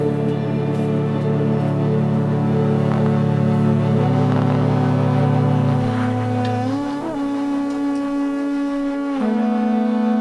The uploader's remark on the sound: Recorded while out walking